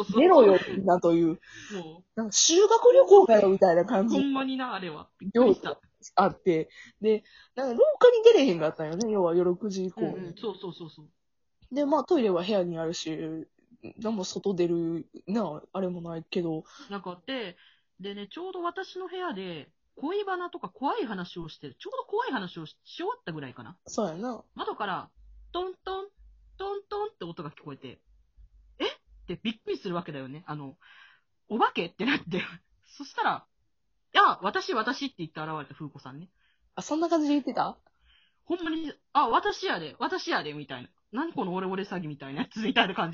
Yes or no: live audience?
no